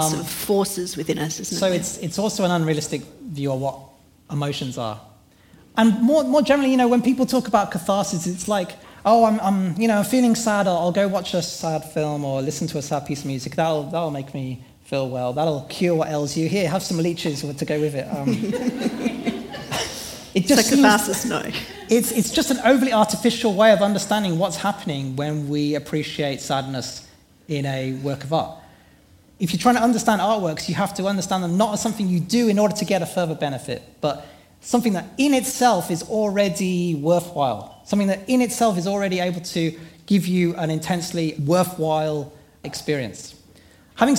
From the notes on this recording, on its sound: Experience a night of Live Philosophy at the Sophia Club Melbourne.